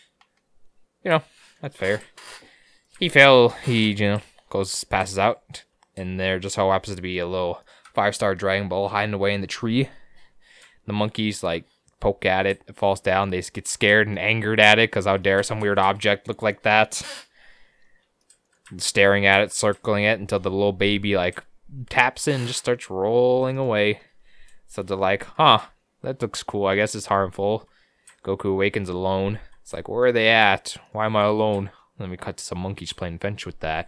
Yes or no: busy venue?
no